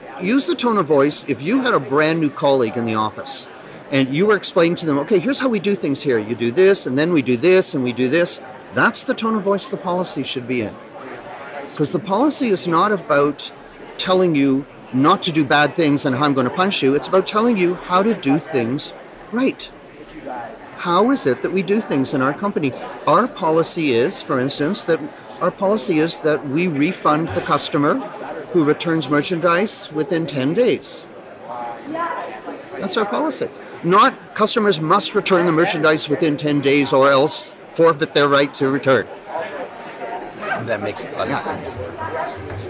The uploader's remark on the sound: Live at ARMA InfoCon